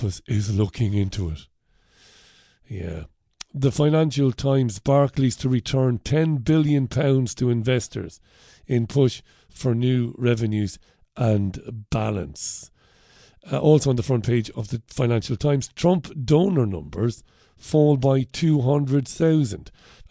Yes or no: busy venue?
no